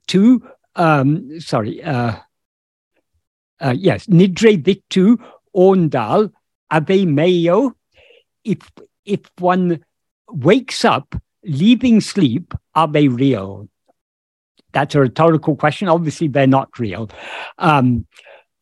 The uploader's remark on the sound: In a Zoom meeting with Sri Ramana Center, Houston.